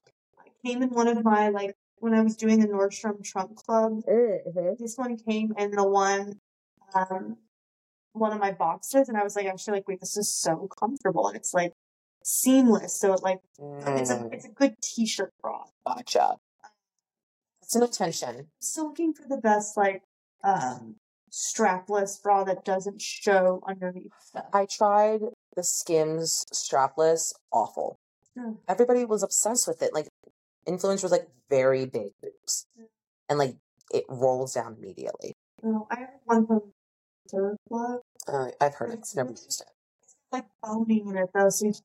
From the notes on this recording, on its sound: in trying out a new video format, we ran into a few issues with the sound quality.